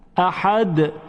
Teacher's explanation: میبینیم که حرف دال دارای قلقله هست